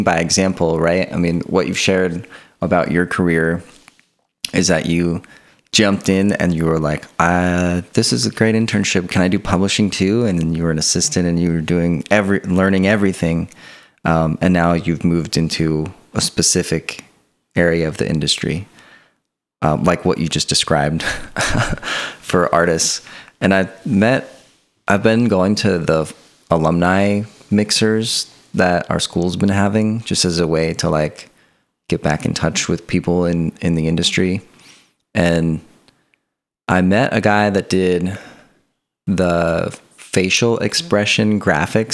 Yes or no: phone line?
no